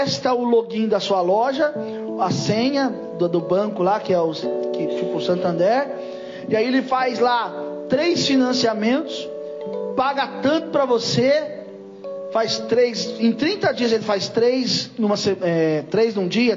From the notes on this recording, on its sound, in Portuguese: Culto gravado em 28/08/2022 durante culto da Família